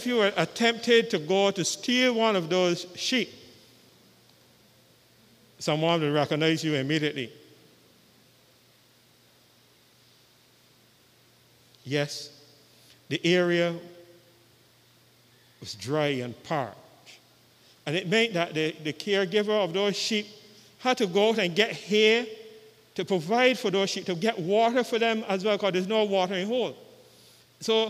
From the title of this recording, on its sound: Live with St. John's Episcopal Church Service U.S.V.I 4th Easter Sunday